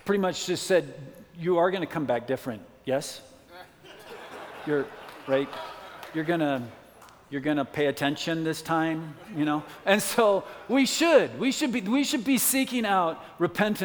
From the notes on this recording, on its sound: from the 2017 Southwest Men's Conference